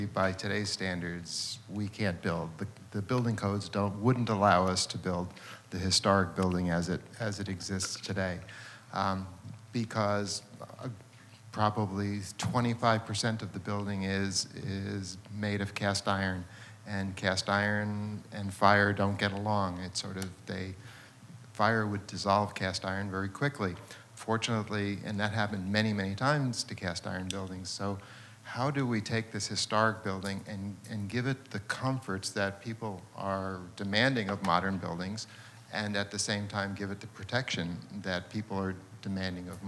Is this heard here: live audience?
yes